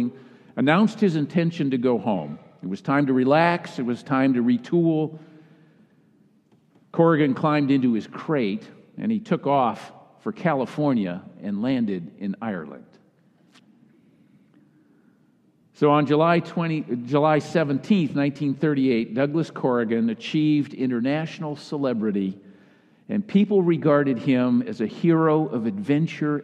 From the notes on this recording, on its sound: Kick Off Sunday message delivered during the Traditional Worship service.